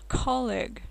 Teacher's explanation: На выдохе произносится, чтобы к немножко стало такой воздушно, с придыхания.